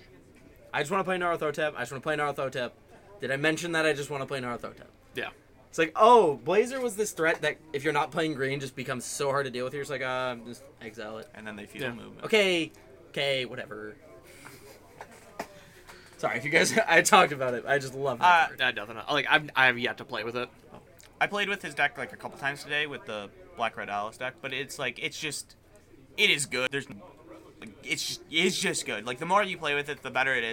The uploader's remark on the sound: We had to film this one on the go and not in our super expensive and really real $100k recording booth so excuse the background noise.